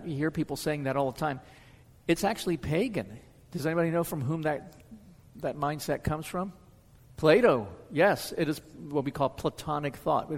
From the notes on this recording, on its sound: answers questions from the audience.